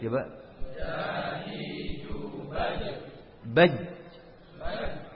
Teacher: Sifatnya jahar. Kemudian suaranya tertahan. Sifatnya syiddah.